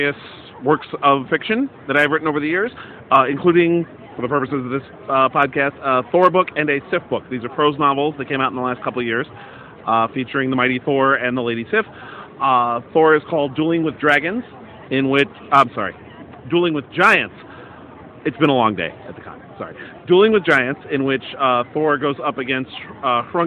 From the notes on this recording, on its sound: This episode was recorded at Planet Comicon in Kansas City, MO.